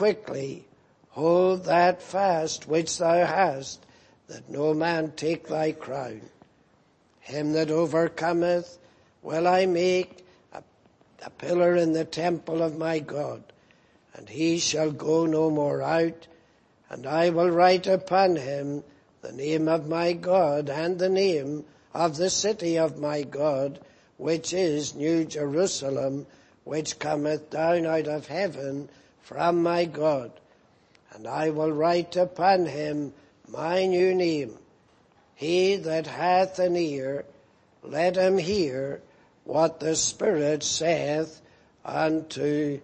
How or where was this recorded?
large echoing room